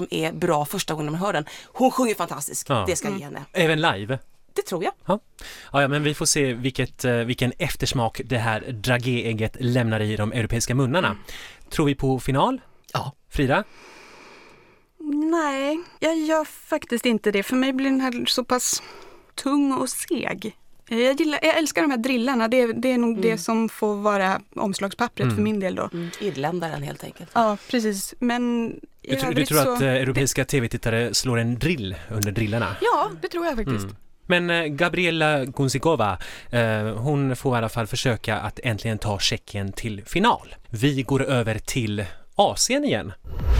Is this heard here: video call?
no